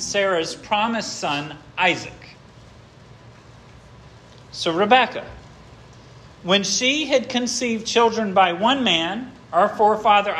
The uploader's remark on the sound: This sermon was preached at Hope Fellowship